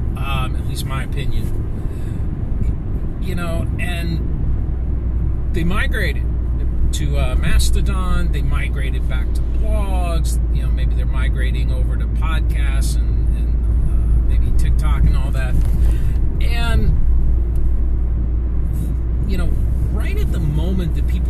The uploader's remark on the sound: In a "commute episode", with the expected audio quality (or lack-thereof)